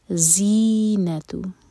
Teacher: زا پر buzzing sound اور stretch کے بعد نون پر زور دیا جائے گا